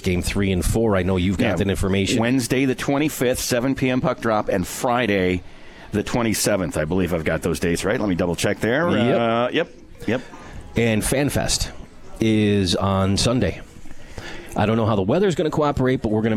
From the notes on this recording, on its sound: Live from Swifty’s for Comets Insider.